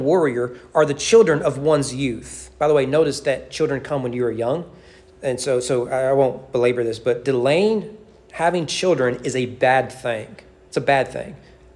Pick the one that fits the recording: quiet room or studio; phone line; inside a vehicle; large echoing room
large echoing room